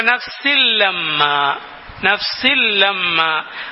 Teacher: അൽ ഇദ്ഗാമു ബിലാഗുന്ന, മണിക്കാതെ ആ ലാമിലേക്ക് നേരെ ലയിപ്പിച്ചുകൊണ്ട്